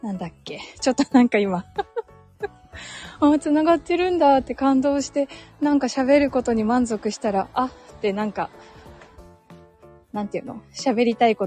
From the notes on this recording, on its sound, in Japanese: 歩きながらつらつらお話しました。